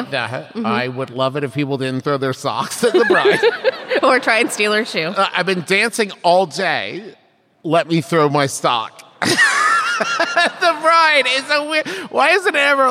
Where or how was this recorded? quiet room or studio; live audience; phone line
live audience